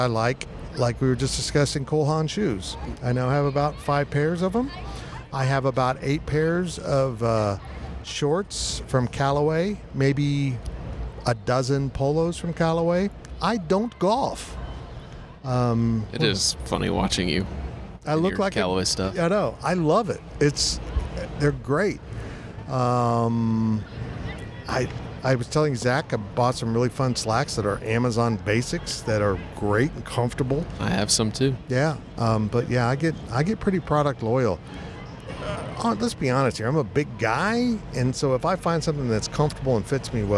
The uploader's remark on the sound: Recorded last week from Big 12 Media Days inside AT&T Stadium in Arlington, Texas, this week's overtime includes many great questions and some live play-by-play of Big 12 mascots having way too much fun.